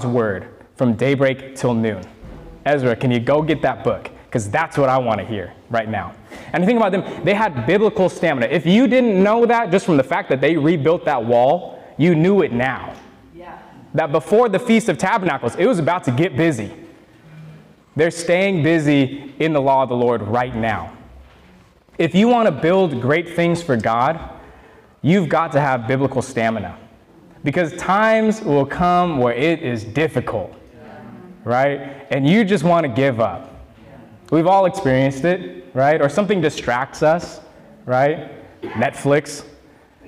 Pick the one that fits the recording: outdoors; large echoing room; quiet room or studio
large echoing room